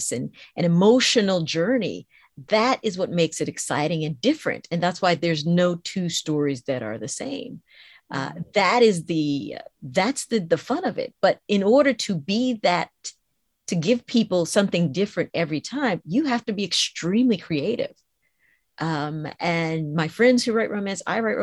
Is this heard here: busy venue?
no